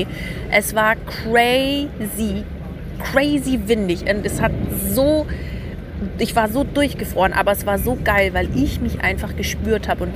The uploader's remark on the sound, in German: Eine Folge aus Venedig. Die ich an meinem Geburtstag direkt am Meer in Venedig aufgenommen habe. Das Ganze habe ich Tiramisu essend und Cappuccino trinkend am Wasser für Euch aufgenommen. Diese herrliche Atmosphäre und Vibe kommt so in der Folge rüber.